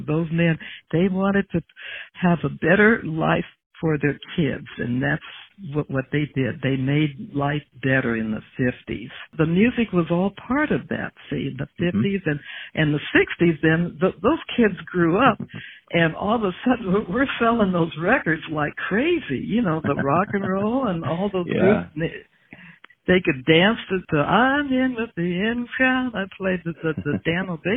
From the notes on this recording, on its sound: spent two hours on the phone together